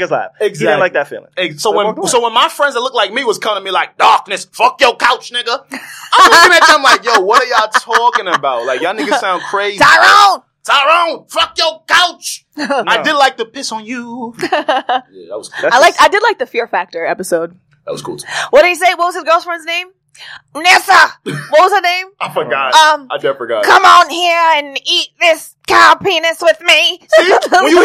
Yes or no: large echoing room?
no